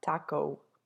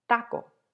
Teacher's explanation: However, in Spanish, it's actually pronounced taco, not taco. So you don't round it off or close it off at the end. It's just a very pure A and a very pure O. · Shown in: second take · Term: pure vowels